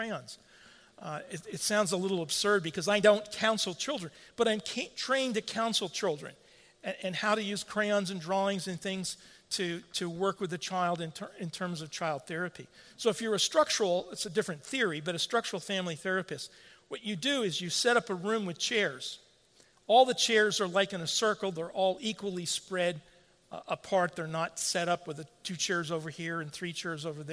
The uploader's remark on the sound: At the 2016 Shepherd’s Conference. The conference was sponsored by Warhorn (at the time Clearnote) Media, and held at Trinity Reformed Church in Bloomington, Indiana.